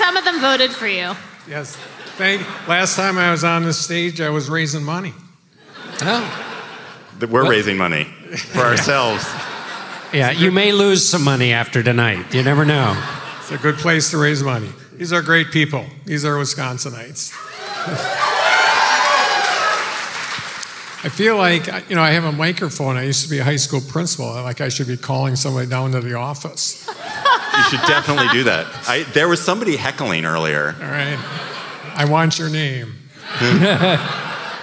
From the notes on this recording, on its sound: Live from Madison! Take the show on the road.